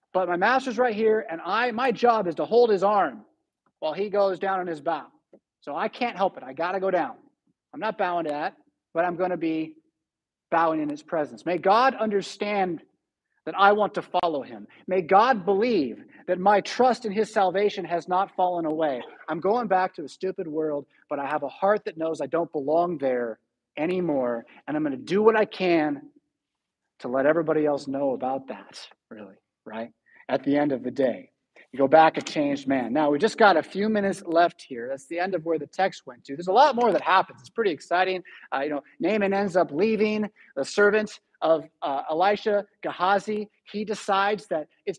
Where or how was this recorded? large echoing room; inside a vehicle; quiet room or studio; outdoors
large echoing room